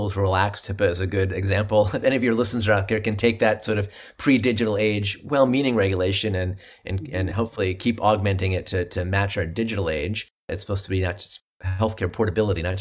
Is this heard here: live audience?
no